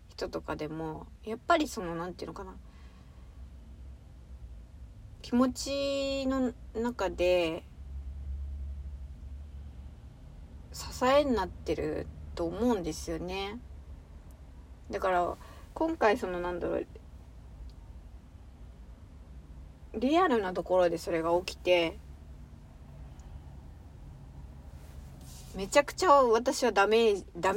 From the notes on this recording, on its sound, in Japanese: 車の中スタジオからお送りしている